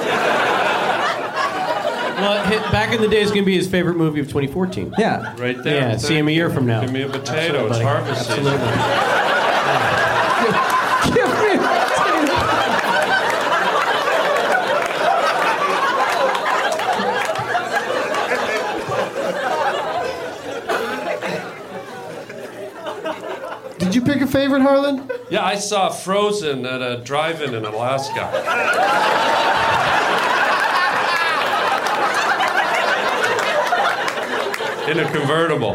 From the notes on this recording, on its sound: Live from the Orlando Improv